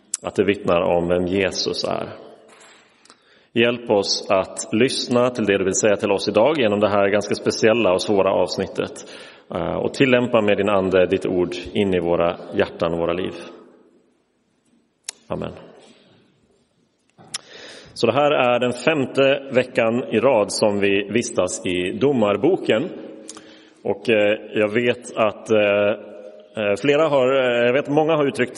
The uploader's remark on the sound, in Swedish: Inspelad i Roseniuskyrkan den 5 februari 2023